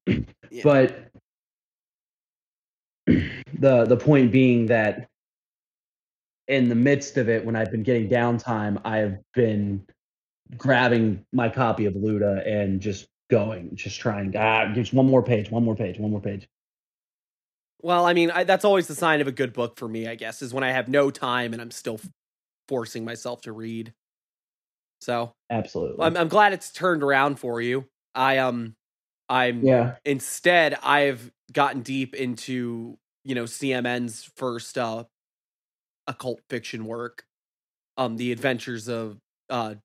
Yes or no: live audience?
no